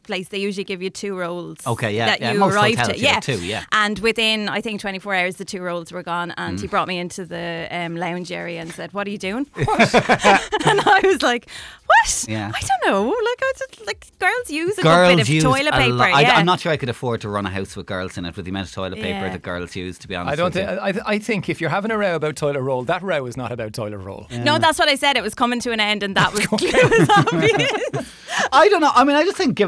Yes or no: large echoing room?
no